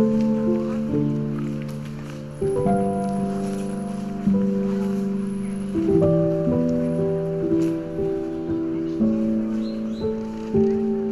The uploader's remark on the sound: Lahaina Town. A special edition of Soundwalk with source audio captured 10 days before the catastrophic Lahaina fire on Maui, Hawaii.